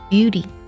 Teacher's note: 我们在读的时候可以将 T 做一个美式浊化，读作 D 的音